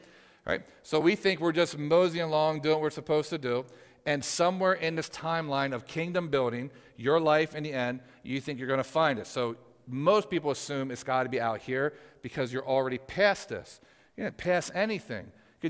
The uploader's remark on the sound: Audio from PFFM's Live Prophetic Service on March 31st, 2023!